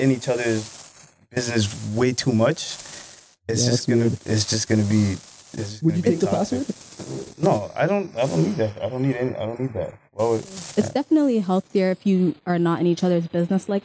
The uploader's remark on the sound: DISCLAIMER AUDIO ISSUES